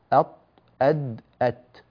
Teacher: الثنايا العليا طرف اللسان مع أصول الثنايا العليا يخرج منه الطاء والدال والتاء